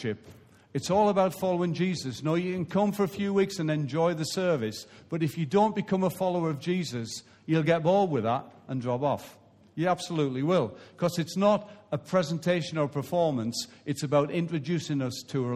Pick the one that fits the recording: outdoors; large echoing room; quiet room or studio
large echoing room